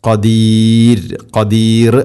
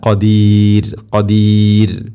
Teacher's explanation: അവസാനത്തിൽ റായിനെ തെർക്കീഖ് ചെയ്യണം · Shown in: second take · ഖദീർ എന്ന് കനപ്പിക്കുകയല്ല വേണ്ടത്, തെർക്കീഖ് നേർപ്പിക്കുക.